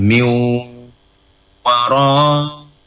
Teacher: ada nun ada waw tapi nunnya tidak dibaca, ditasdidkan ke waw dan bacaannya adalah gunna